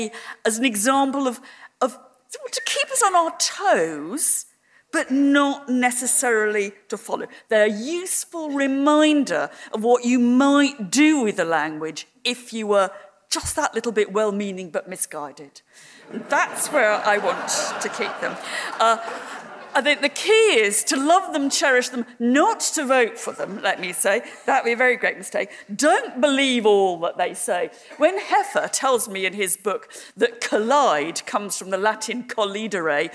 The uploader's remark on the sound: This was originally recorded at The Royal Geographic society on the 5th March 2014 in London.